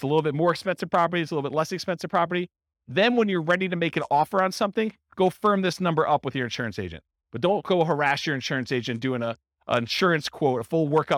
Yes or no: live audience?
yes